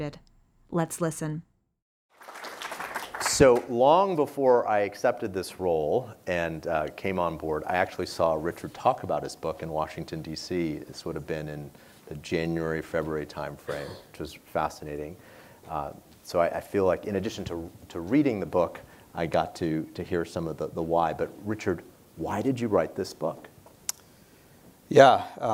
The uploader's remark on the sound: our in-person event